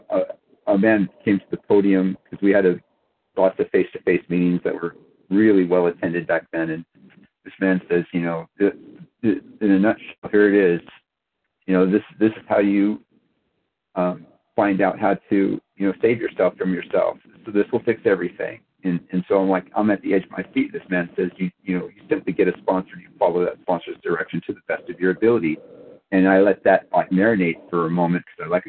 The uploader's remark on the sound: 100 Pounders Phone Meeting